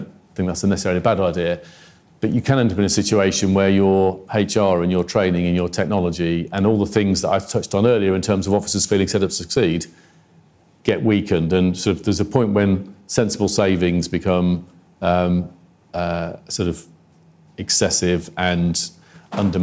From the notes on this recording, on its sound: Institute for Government. A Q&A with the in-person and online audience.